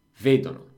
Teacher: The accent moves one to the left.